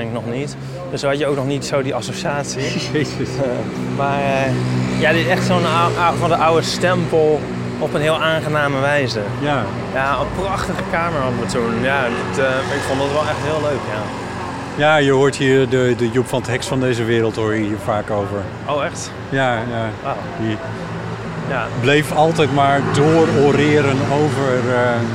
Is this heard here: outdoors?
yes